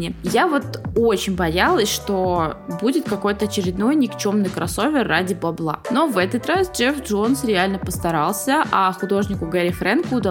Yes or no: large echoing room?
no